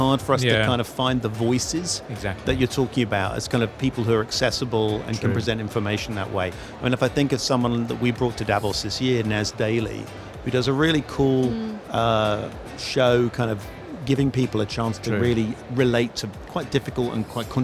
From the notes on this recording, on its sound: Live from Global Media Congress.